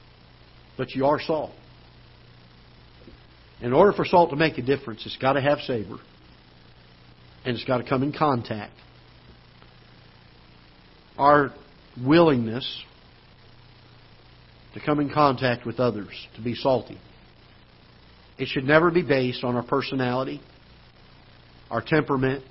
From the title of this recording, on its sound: Ketha Heights Baptist Church ~ Live Broadcast